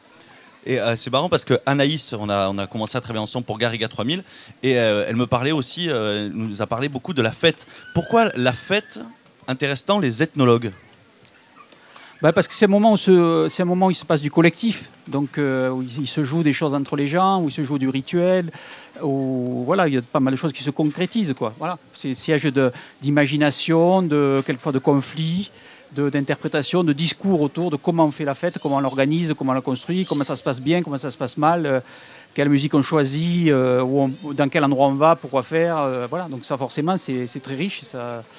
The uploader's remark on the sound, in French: Radio Live et participative pour la Festa Fogassa 2017 sur le thème de la fête.